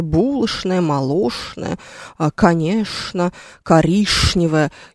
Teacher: Мы же все время произносим зачем-то «ш» вместо «ч», потому что нам кажется, что это звучит ужасно по-московски.